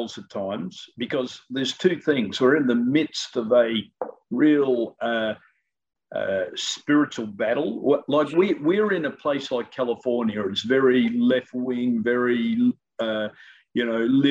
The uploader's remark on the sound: In a ZOOM session. Of City Builders Church in Sale, Australia.